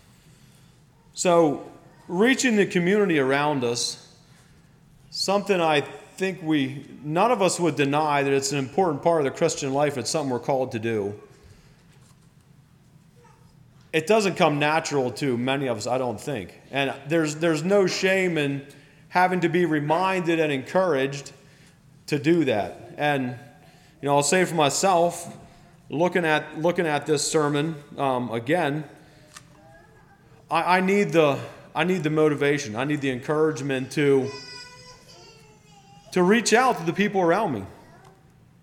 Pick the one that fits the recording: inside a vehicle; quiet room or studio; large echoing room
large echoing room